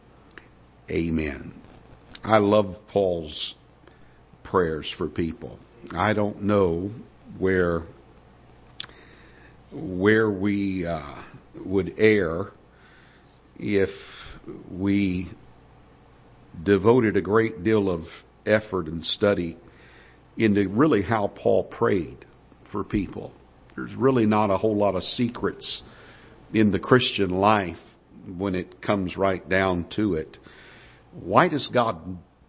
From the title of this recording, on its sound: Ketha Heights Baptist Church ~ Live Broadcast